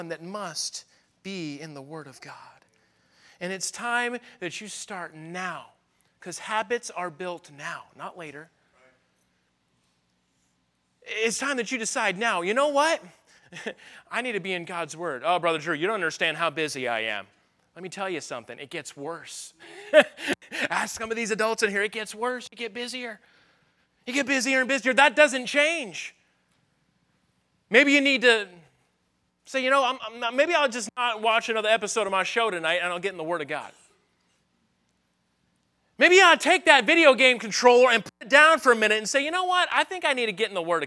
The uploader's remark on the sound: at the Focus Youth Conference on May 6, 2023, at Victory Baptist Church in Boonsboro, Maryland